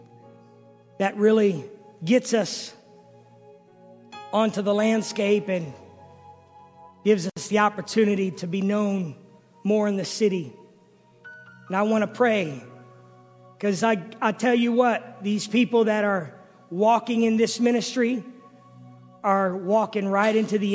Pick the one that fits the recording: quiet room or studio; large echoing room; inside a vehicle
large echoing room